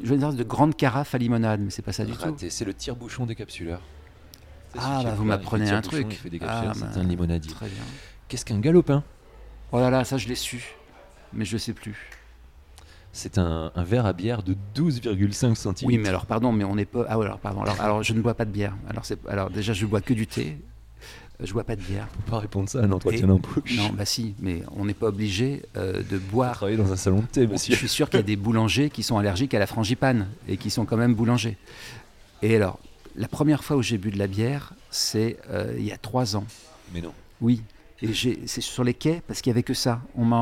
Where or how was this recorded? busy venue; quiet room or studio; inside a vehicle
busy venue